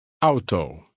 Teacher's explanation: Like other words of French origin, this one can be pronounced the French way, which means AU has an O sound